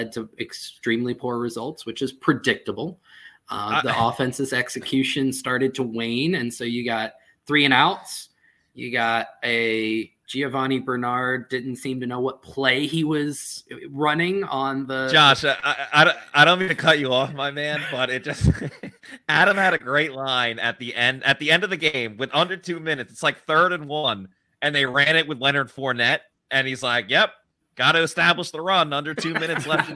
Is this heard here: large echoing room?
no